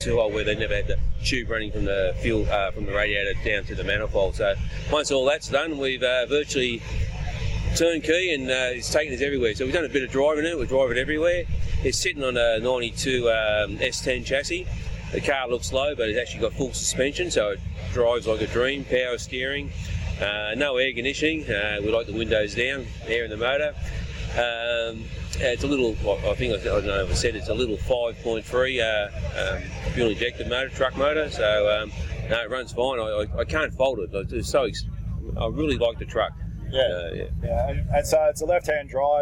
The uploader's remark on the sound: This episode was recorded over a year ago at the Bright Rod Run in NE Vic.